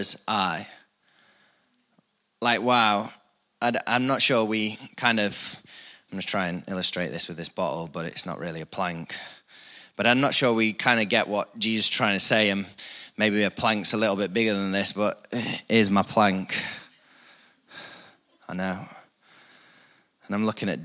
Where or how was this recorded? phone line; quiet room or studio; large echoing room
large echoing room